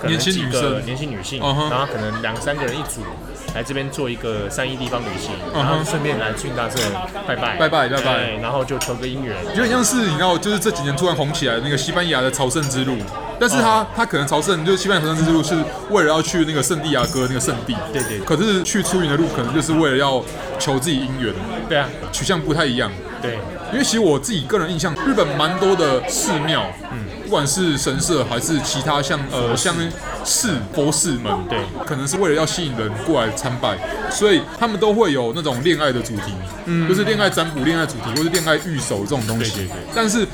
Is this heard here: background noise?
yes